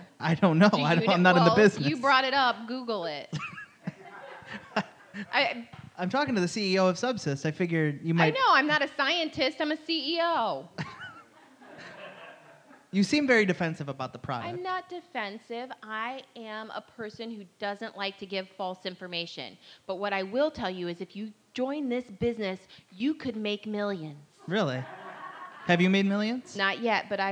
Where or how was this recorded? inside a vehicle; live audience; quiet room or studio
live audience